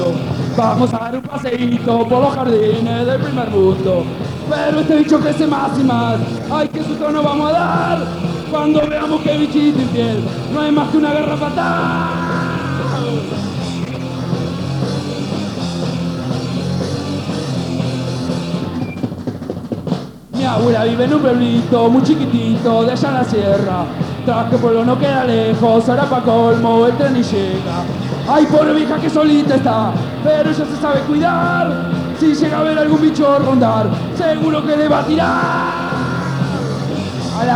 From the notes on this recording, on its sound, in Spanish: En Vivo En OZTA. STEREO. (se corta).